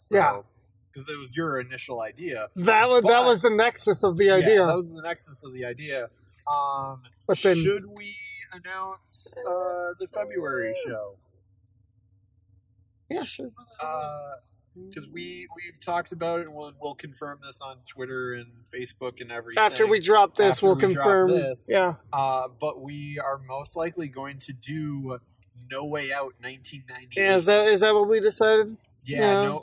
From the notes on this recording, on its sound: Some audio issues as we were driving to a wrestling show.